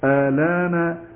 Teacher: قصر مع قصر البدل يعني بدون مد ولا تسهيل، تقول آلان على طول مباشرة آلان بمقدار حركتين آلان وبذلك نكون قد انتهينا من أصول رواية ورش. · Term: القصر